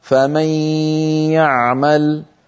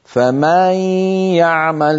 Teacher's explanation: يمط صوته زيادة في فتحة الميم في كلمة فمن فيتولد من ذلك ألف · Shown in: second take · وكأنه زيد في القرآن حرف. · Term: التمطيط